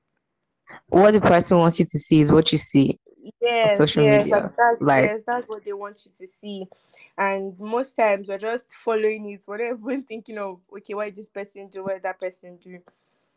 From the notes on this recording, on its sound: We apologize in advance for any glitches.